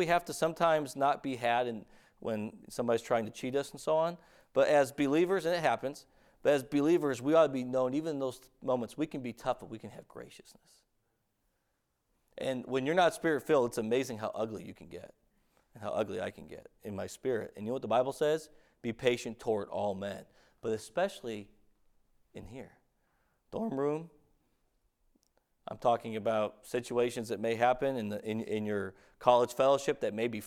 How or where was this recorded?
large echoing room